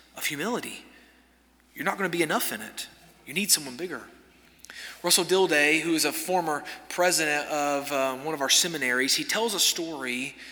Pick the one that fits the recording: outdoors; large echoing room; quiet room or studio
large echoing room